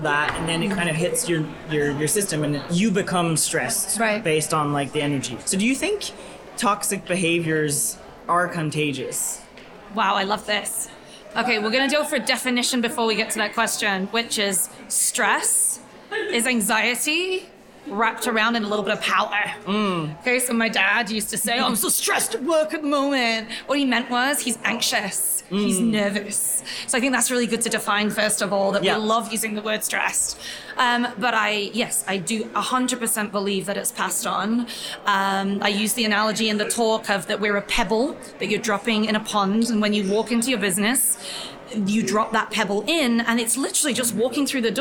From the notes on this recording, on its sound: Live From The Salon Owners Summit 2023. Shortly after her main stage presentation.